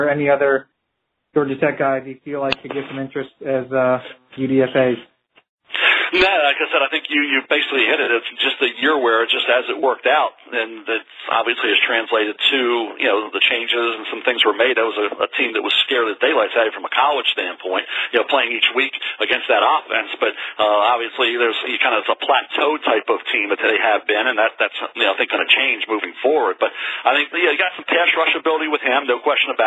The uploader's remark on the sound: NFL Draft Conference Call